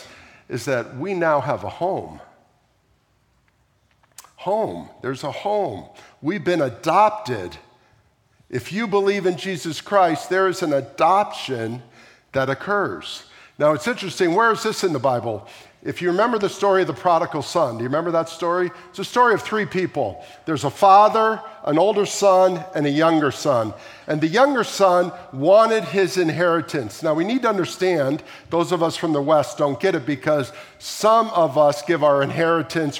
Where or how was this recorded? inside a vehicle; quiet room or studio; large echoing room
large echoing room